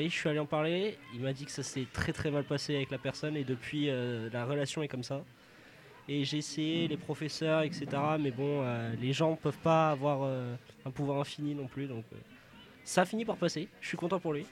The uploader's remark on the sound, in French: Live au Lycée Henri Matisse